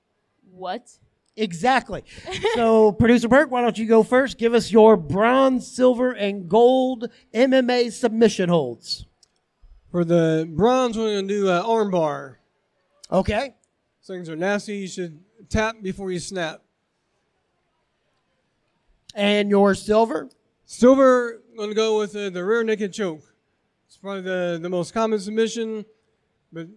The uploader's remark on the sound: Live from Indy PopCon 2023. Take the live stage at PopCon in front of the masses.